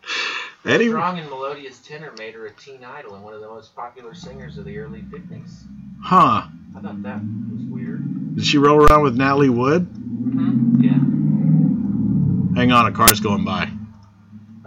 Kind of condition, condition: fault, poor microphone